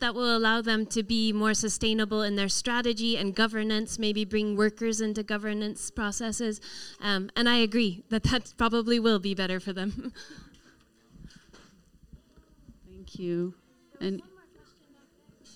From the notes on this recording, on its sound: was held at Nordic Labour Film Festival, November 7th 2022